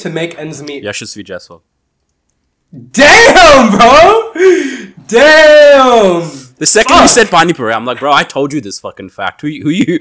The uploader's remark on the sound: This episode has some technical difficulties